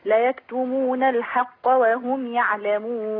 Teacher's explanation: انت عايزة ترقق الحاء وتفخم القاف صح